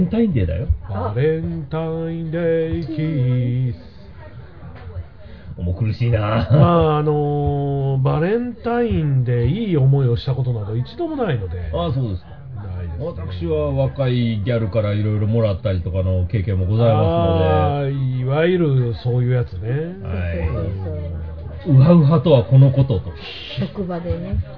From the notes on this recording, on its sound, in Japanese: 超久しぶりに外で食事しながらの収録でした。美味しい中華とゲストも一緒に良い年初を過ごせました。